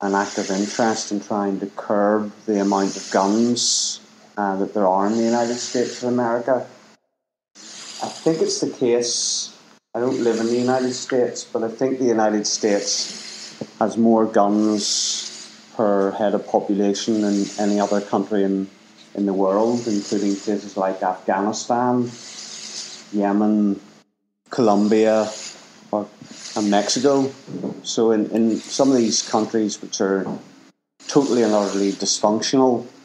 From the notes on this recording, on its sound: This is a radio package I made while studying Radio in my first year of an HND in Broadcast Journalism at the Belfast Met. The audio isn’t as good as it would be now.